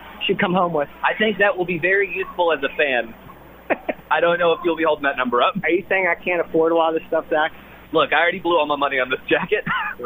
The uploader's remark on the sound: live from The Soccer Ball